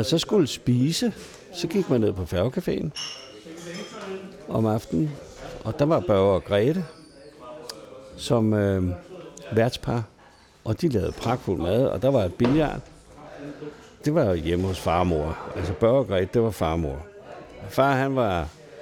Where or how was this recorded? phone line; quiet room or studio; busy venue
busy venue